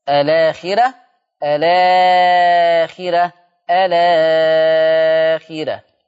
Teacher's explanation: عندي الفاظ هيحصل فيها نقل، الفاظ هيحصل فيها النقل، همسك الهمزه شيلها واخد الحركه بتاعتها احطها على الساكن اللي قبلها، زي كلمه الاخره هعمل فيها نقل الاخره، ولا ننسى انه مع النقل في ثلاثه البدل، خلاص الاخره الاخره الاخره.